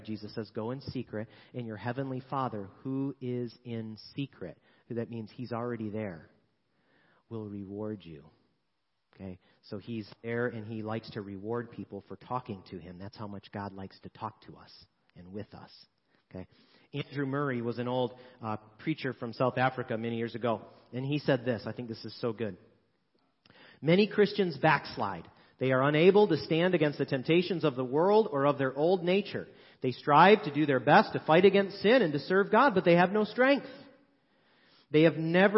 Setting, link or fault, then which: setting, large echoing room